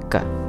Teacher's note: K is velar, which means it's located at the back of the tongue